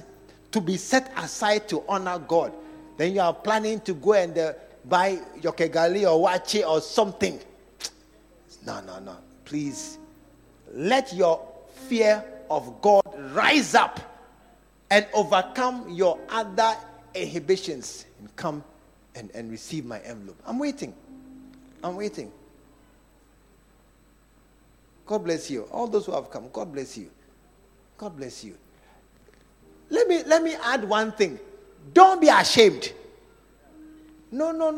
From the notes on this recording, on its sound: Preached at the True Vine Cathedral. Bantama.